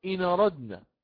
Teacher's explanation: حتى نخرج هذا الكلام، قال أهل العلم نقل حركة الهمزة إلى الساكن الصحيح قبلها، ساكن صحيح، فقرأ البغاء إن أردنا، صارت إن أردنا، النون صارت على الفتح لأنها أخذت حركة هذه الهمزة في أردنا